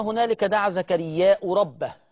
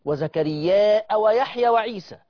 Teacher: في الآية الأولى قلنا هنالك دعا زكرياء ربه بضم الهمزة، وفي المثال الثاني ننزل به وزكرياء ويحيى وعيسى فتحت الهمزة